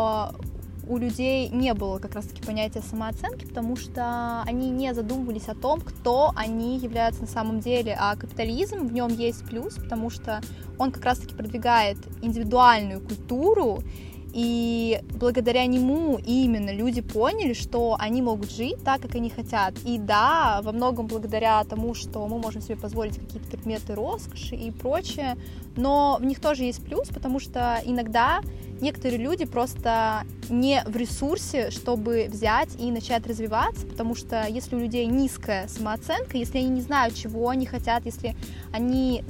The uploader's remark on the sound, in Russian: чтобы его записать, мы уехали подальше от городской суеты к озеру